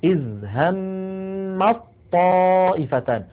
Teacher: يحولون التاء إلى طاء فيلتقي طاءان، الأولى ساكنة والثانية متحركة، فيدغمون الأولى في الثانية فيقولون إذ همت طائفتان. · Term: الإدغام